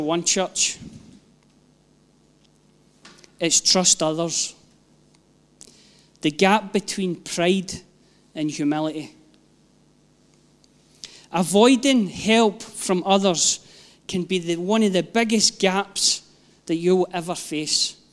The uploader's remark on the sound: Live from our ONE Church Sunday gathering 19/06/22